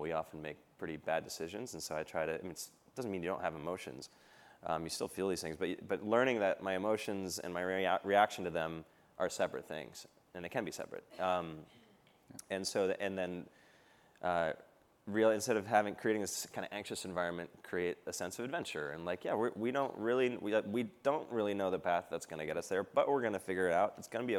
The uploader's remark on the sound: filmed at Goldman Sachs' Builders + Innovators Summit